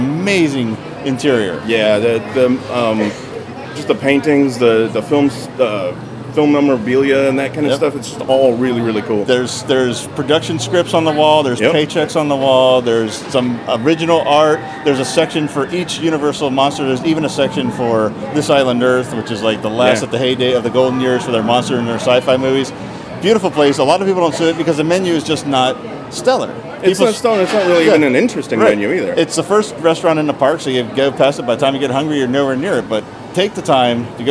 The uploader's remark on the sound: record on location at Universal Studio Resort Orlando